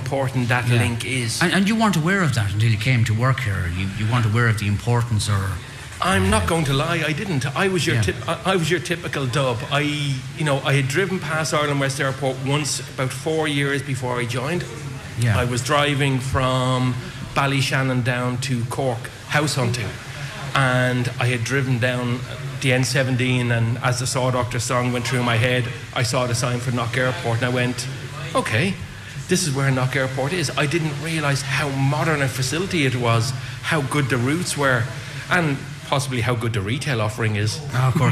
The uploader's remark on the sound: A special edition of North West Today, live from Ireland West Airport Knock, to welcome visitors home for Christmas. As the flights from London-Stansted and Liverpool arrive.